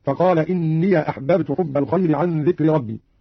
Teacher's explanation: فتح قالون الياء وصلا · Term: فتح الياء